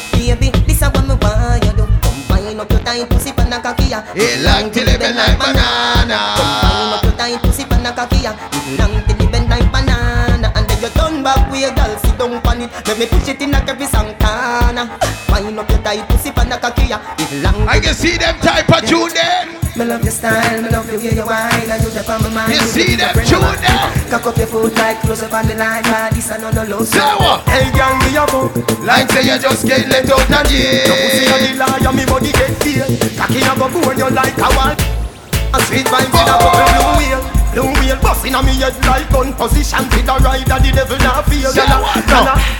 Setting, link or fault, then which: setting, busy venue